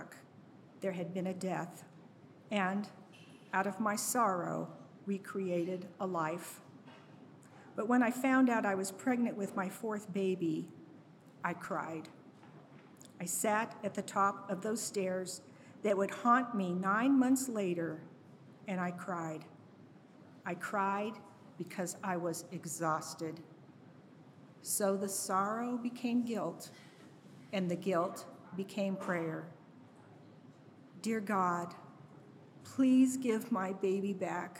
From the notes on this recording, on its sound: Each episode of Crash Radio features local musicians, writers, and storytellers presented as a live event in Asheboro, NC, which is then edited for broadcast. This episode was recorded live at Carolina Taphouse in Downtown Asheboro.